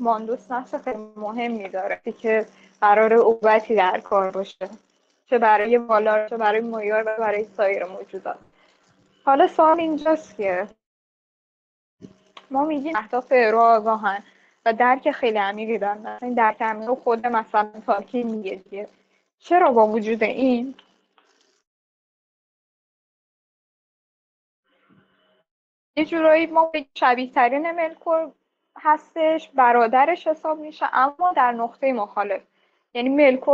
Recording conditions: video call